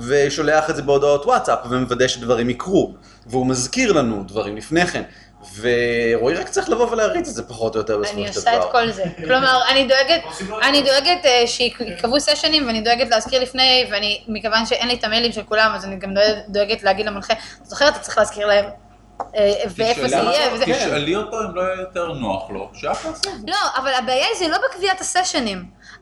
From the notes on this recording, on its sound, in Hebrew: חלק שני של ההקלטה שערכנו בערב המשחקים הגמדי ברומ"ח